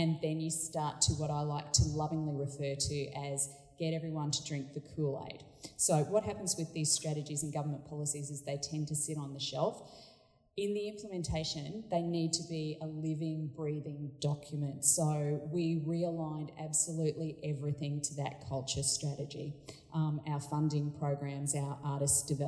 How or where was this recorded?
busy venue